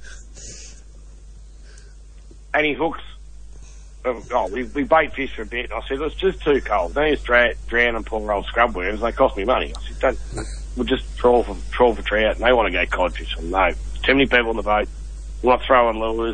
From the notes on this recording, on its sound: The Jindera fishing club kids call